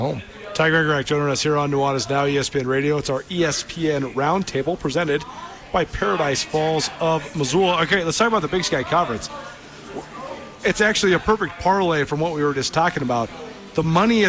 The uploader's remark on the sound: live from the Rockin R Bar in downtown Bozeman